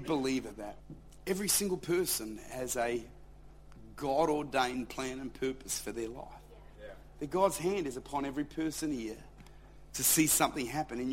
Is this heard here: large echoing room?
yes